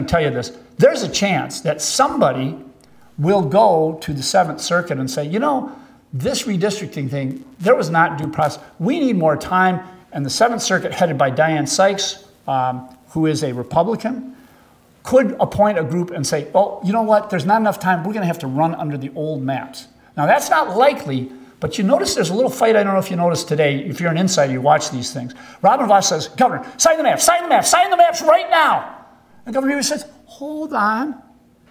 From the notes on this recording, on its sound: Recorded live before the Wisconsin Bankers Association Annual Capitol Day at Monona Terrace, Madison, Wis.